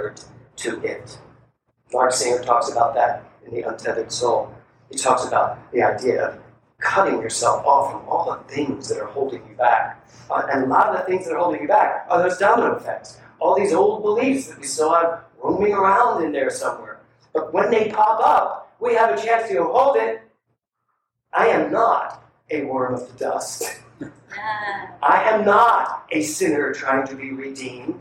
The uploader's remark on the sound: THE ORIGINAL SOURCE AUDIO IS NOT TO OUR USUAL STANDARDS.